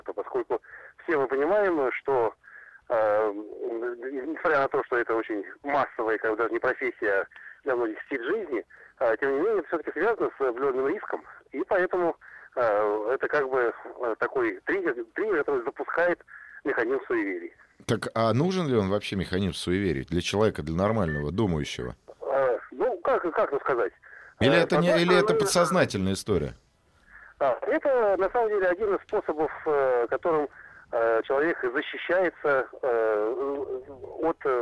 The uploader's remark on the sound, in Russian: по телефону прокомментировал тему